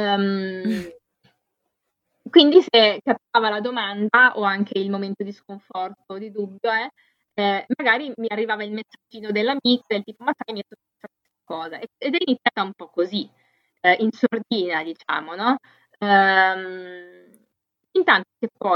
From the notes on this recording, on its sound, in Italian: purtroppo la qualità dell’audio non è ottimale